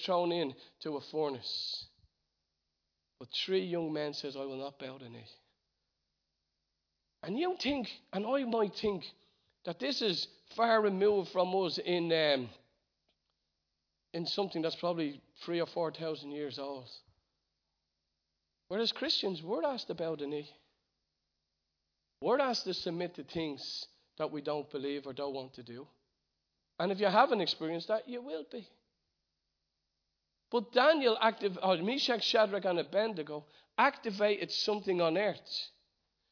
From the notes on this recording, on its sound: Recorded live at Liberty Church on 24th November 2019